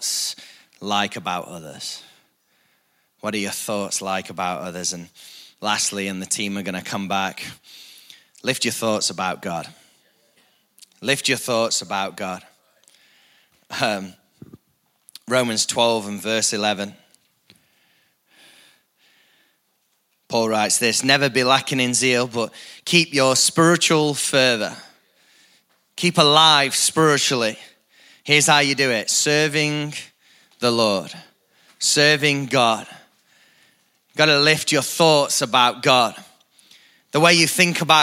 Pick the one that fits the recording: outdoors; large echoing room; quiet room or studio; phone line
large echoing room